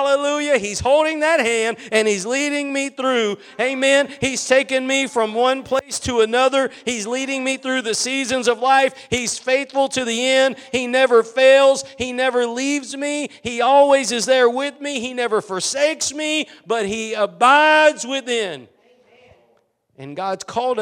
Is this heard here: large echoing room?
yes